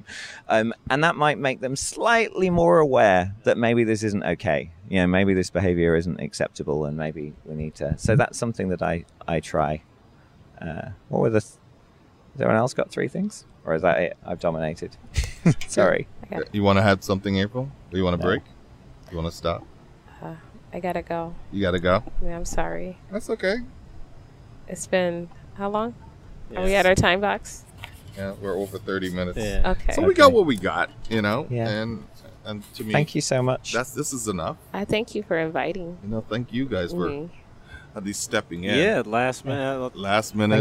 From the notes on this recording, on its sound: At the Agile2018 Conference in San Diego, CA. Decided to record this podcast outside. Pardon the wind and other city noises that we picked up during the conversation.